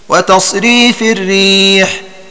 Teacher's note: أي بحذف الألف فتسكن الياء · Term: توحيد لفظ الرياح